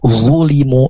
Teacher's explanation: zu mirip dengan huruf za ya cuman dia tengah lidahnya itu terangkat dia punya sifat itbaq